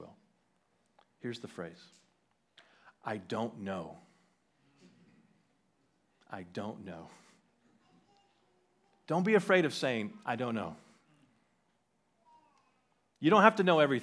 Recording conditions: large echoing room